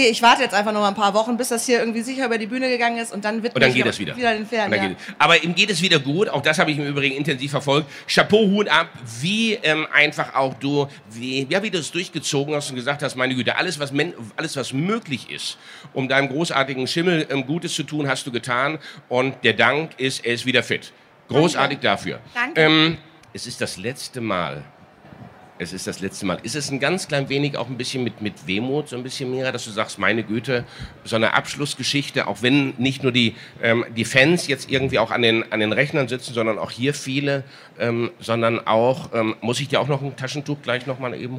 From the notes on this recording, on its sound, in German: hatten einen Live-Auftritt auf der Messe „Pferd & Jagd“ in Hannover.